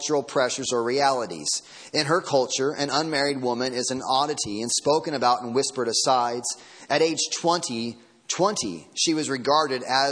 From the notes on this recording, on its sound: Sermon Audio from Sunday Morning